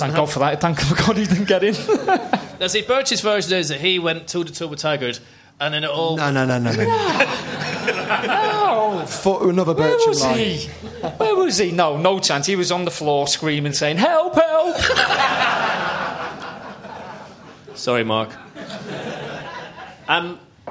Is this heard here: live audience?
yes